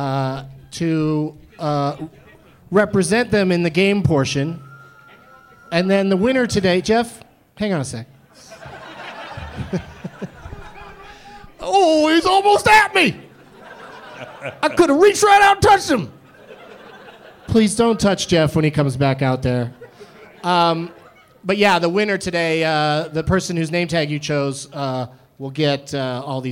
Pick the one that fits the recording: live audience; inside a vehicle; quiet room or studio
live audience